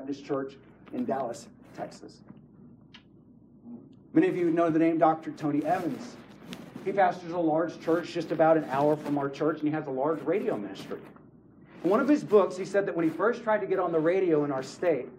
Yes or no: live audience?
yes